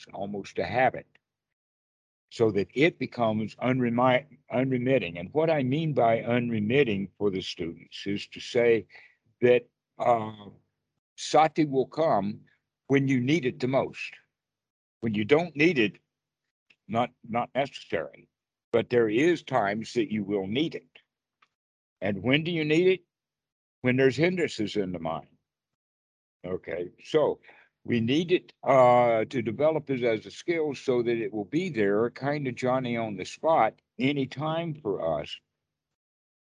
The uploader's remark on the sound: skype calls on this channel